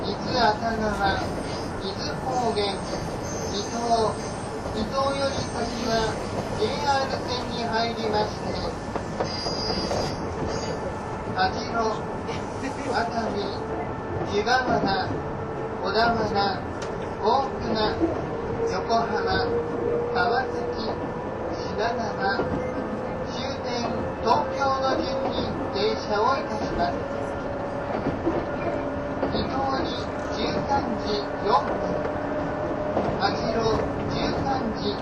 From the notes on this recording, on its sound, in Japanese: 185系 踊り子106号01 伊豆急下田～熱海。修善寺始発の列車を併結しつつも上り列車で最速となる、185系踊り子106号を収録したものです。音の旅(走行音)。